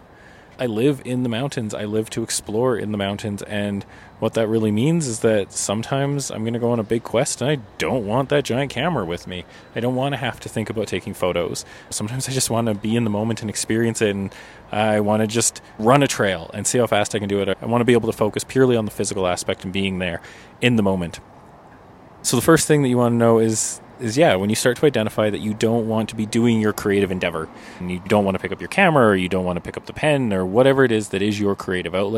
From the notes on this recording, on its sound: We take this podcast out of the studio and into the great outdoors. Recorded beside the stunning Bow River in Banff National Park.